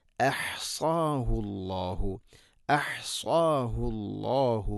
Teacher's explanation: അഹ്സാഹു ഹംസ തൊണ്ടയുടെ താഴെ ഭാഗം തൊട്ട് മേലെയാണ്.